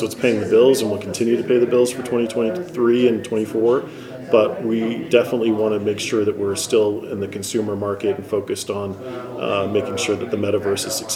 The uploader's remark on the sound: we present live coverage from the Consumer Electronics Show in Las Vegas